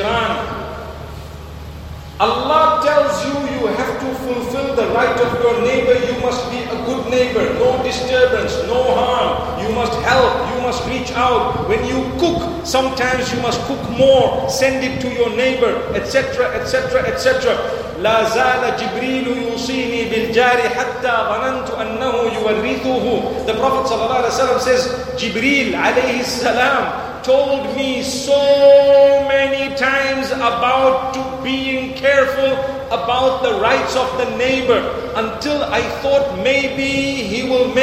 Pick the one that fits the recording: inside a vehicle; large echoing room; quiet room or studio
large echoing room